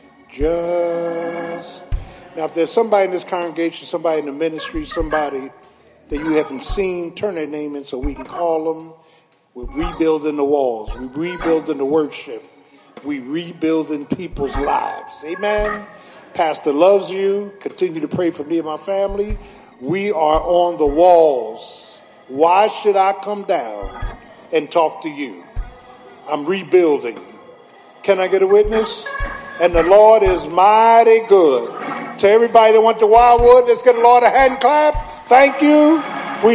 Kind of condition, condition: setting, large echoing room